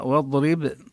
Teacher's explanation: المطلوب من القارئ أن يبين الواو مرققة وإن كان جاء بعدها حرف الضاد الذي هو من حروف التفخيم، والضاد ساكنة لكنها ليست من حروف القلقلة، فلا ينبغي أن يقلقلها القارئ.